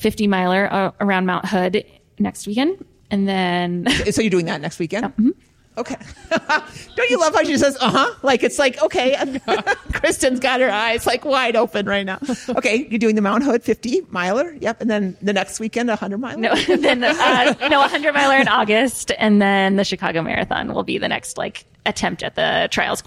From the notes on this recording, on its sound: Live w/ a P.T. from the Central Oregon Retreat. This recorded-with-an-audience episode.